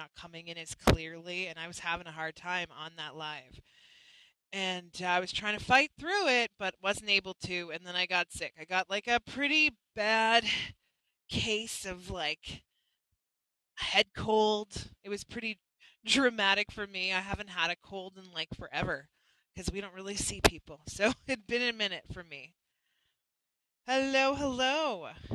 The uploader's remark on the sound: Our Internet was a little choppy for this live.